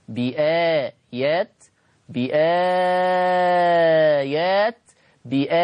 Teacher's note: مد بدل فيه لورش القصر 2، التوسط 4، الإشباع 6، بآيات بآيات بآيات، قصر توسط إشباع.